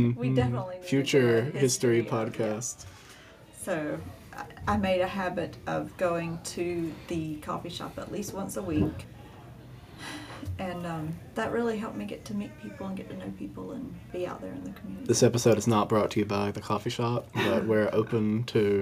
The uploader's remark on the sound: In our recording you will hear a few members of our community who were in fellowship, gathering next door in our community center. How fitting that our background noise in our very first episode was the community we hope to serve!